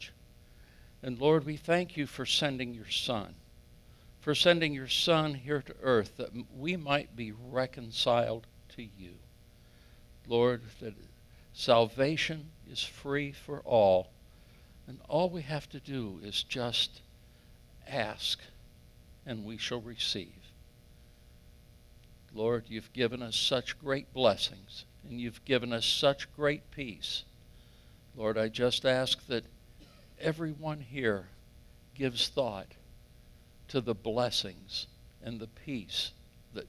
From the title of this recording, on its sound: Calvary Assembly of God live Stream